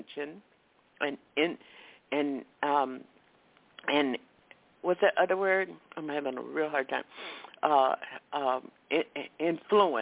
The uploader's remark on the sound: Live & Call-In